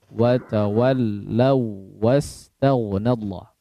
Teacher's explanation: Waw sukun ketemu waw. Bukan nun sukun atau tanwin ketemu waw sehingga tidak digunnahkan. · Term: idgham mislain